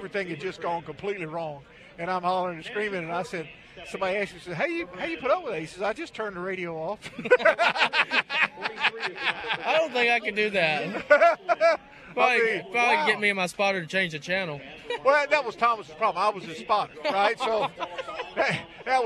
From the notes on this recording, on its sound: LIVE from Pensacola 5 Flags Speedway 56th Annual Snowball Derby Green Flag Party.